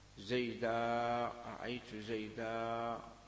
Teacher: إبدال التنوين ألفا في المنون بالفتحة